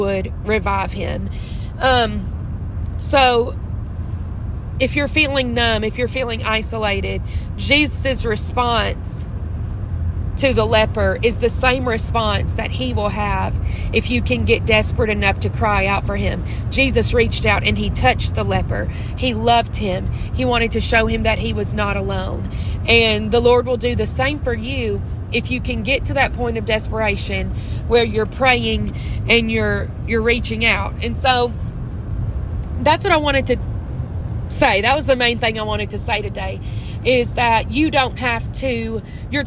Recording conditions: inside a vehicle